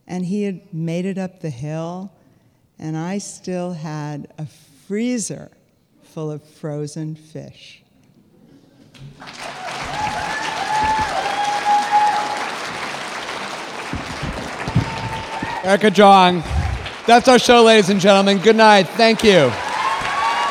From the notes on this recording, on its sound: This week, we take a look back at a magical Moth live show.